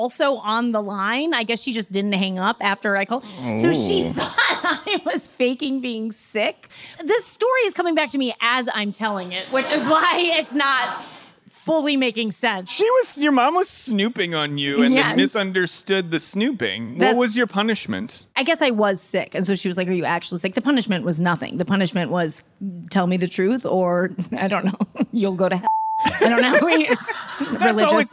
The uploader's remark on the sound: For a special live recording in New York City!